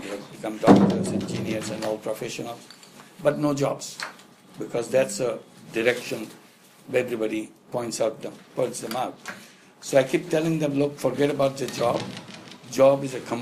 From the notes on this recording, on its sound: spoke and interacted with an invited audience in Bangalore at the foundation office